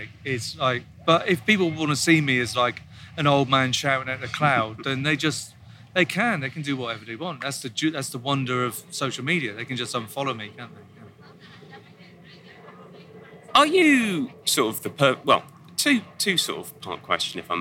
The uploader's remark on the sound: recorded on a rickety bench on a Saturday afternoon in Los Angeles at Primavera LA